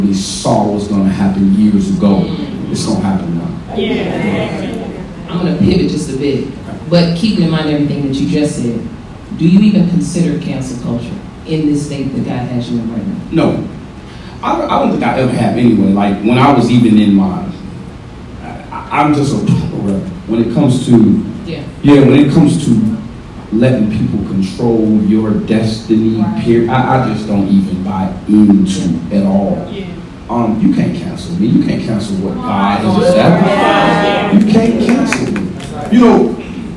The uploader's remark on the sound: Listening Party_Live From Atlanta, GA. Woods Gospel Entertainment Podcast live from the road.